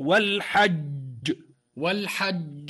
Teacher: فننتبه حتى لا يكون في نهايتها الشين · Term: الجيم